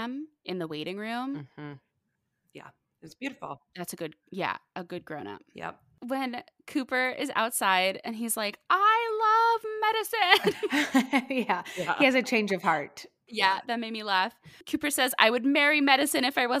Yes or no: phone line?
no